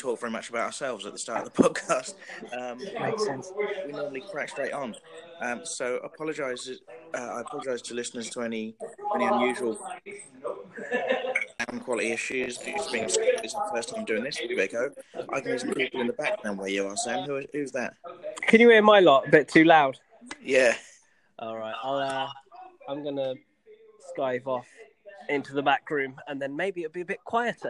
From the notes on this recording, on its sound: Oh dear, it’s the first ever Skype-call NXT generation podcast.